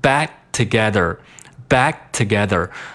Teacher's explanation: 读完之后，不发这个 k 这个音，但是呢，要把舌尖儿迅速地顶到我们的这个上牙的牙根和这个肉的这个接触的这个位置。那这是为什么呢？就是为了最快的速度再发出一个 t 这个音。那我们感觉一下，其实你在发这个音的时候呢，舌尖儿呢是顶在这个上牙和肉接触的这个位置的。T，T，所以说我们读完 bat 之后，马上把这个舌尖儿顶到刚才我说的这个位置。一个呢是能造成一个 back，一个迅速停